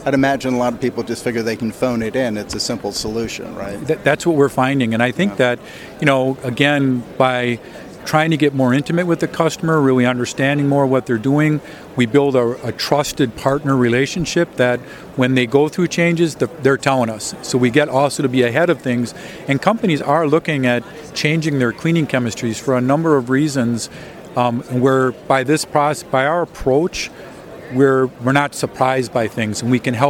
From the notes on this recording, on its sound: On Location at APEX 2023 with EMSNOW and SCOOP.